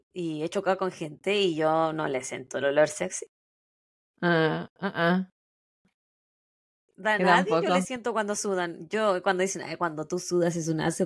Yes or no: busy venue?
no